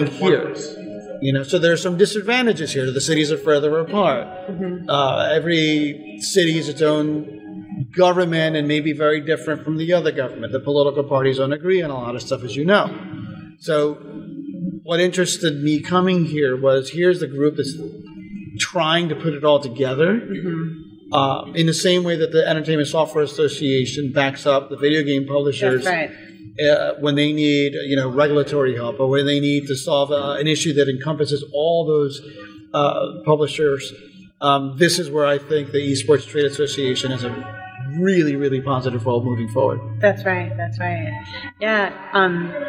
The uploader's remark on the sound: Live From EsportsNext